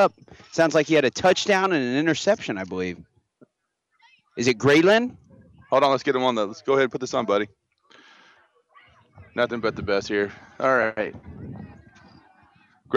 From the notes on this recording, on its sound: LIVE from Skyview Park, for the LYFL Pigskin Preview.